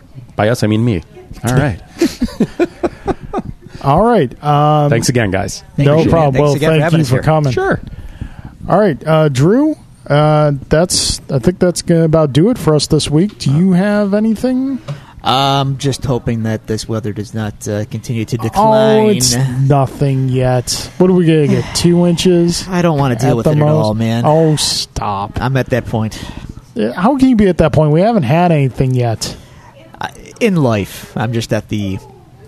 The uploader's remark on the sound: live from Iron Buffalo Comics, Games, and Coffee